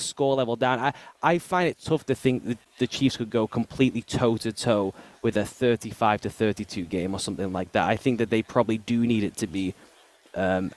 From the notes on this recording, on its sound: In an excerpt from the Home & Home podcast live from Radio Row.